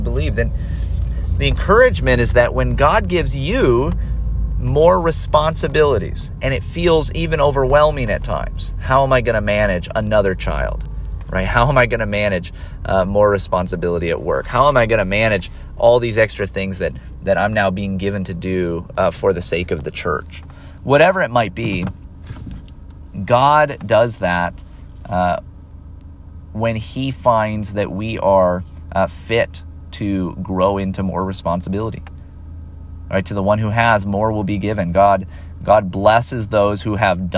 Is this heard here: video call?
no